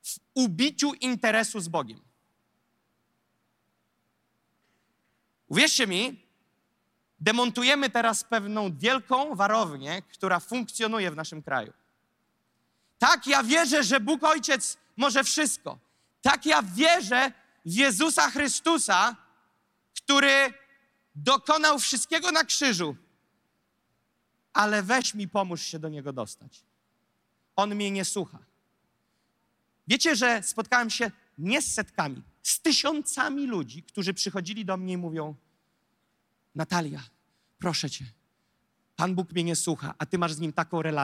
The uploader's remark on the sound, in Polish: zostało nagrane podczas nabożeństwa NOF Church 23.